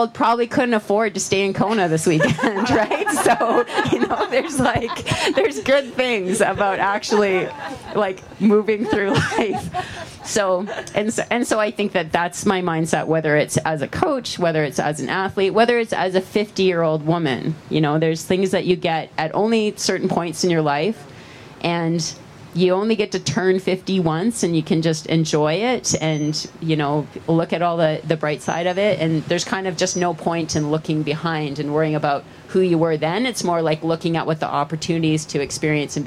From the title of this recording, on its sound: Live from VinFast Ironman World Championship